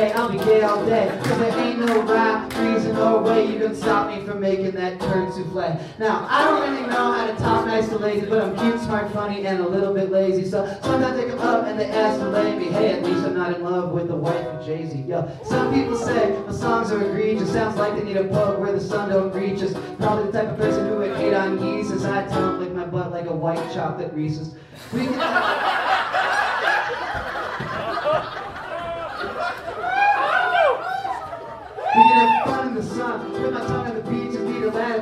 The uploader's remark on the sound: performing stand up comedy in Bozeman, MT